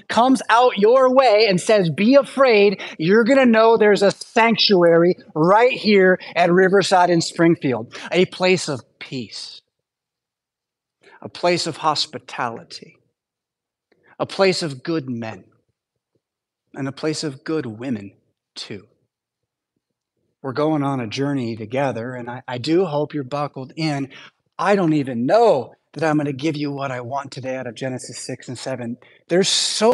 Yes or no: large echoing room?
yes